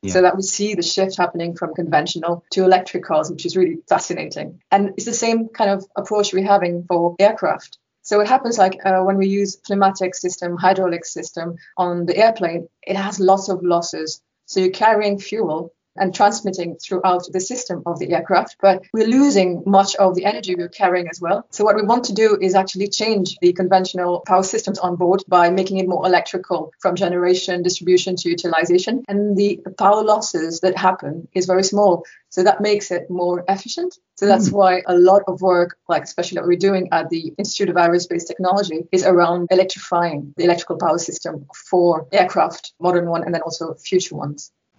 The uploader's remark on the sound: Due to the COVID-19 pandemic, this episode was recorded virtually, so we apologise for any dips in audio quality.